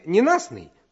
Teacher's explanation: «Т» не произносится, а если взять родственное слово «ненастье», то «Т» произносится · Term: непроизносимые согласные